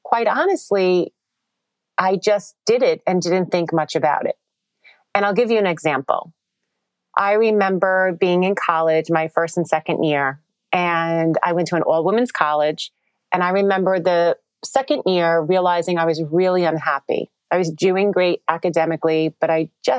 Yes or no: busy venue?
no